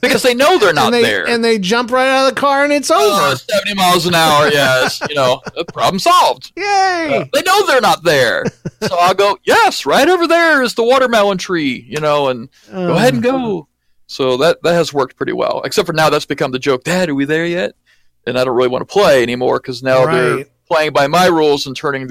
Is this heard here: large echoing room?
no